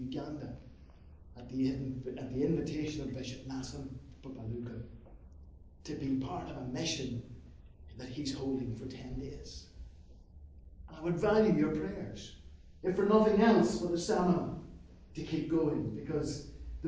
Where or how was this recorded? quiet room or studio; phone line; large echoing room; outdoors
large echoing room